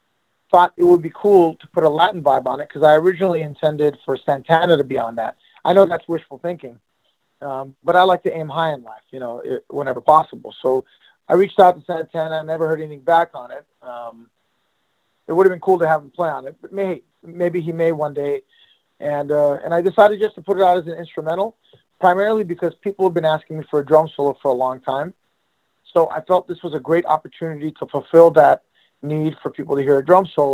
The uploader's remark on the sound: All 3 interviews were recorded by phone in the midst of the COVID-19 pandemic.